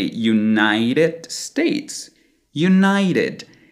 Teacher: a reduction of the sound that appears to be a D sound to many, and it usually happens when using a T between two vowels.